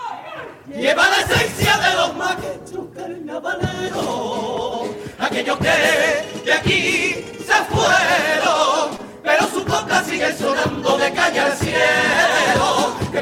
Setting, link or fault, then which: setting, live audience